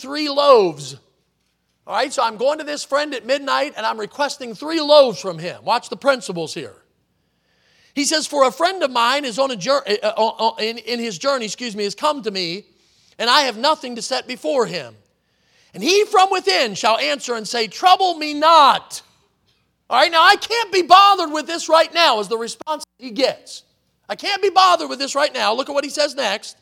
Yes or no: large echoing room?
yes